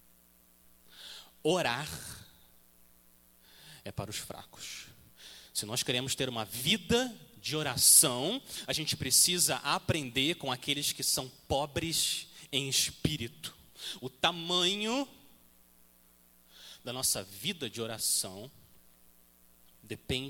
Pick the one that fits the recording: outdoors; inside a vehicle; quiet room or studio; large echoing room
large echoing room